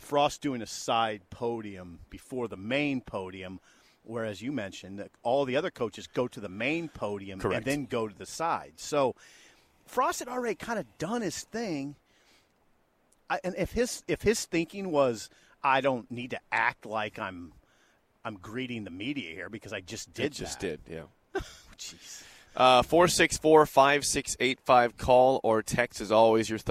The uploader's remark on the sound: Live from Big Ten Media Day in Indianapolis. Coverage of 2022 B1G Media Days at Lucas Oil Stadium in Indianapolis.